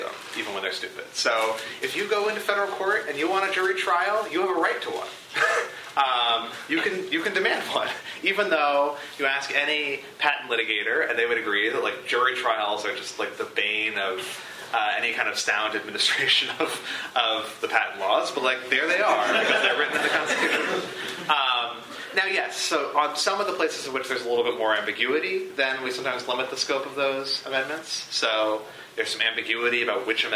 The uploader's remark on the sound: This lecture was recorded on February 13, 2015, at the University of Chicago Law School.